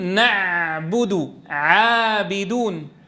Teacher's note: في العين يرجع لسان المزمار إلى الخلف لكن العين مرققة، فنقول نعبد عابدون، مع أنه لسان المزمار رجع إلى الخلف لكن لم يتقعر وسط اللسان.